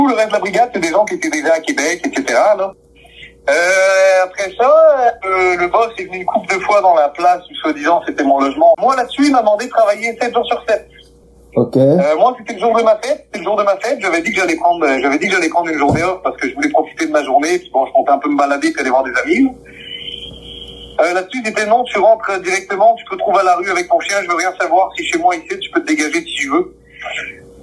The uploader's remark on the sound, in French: enregistré par téléphone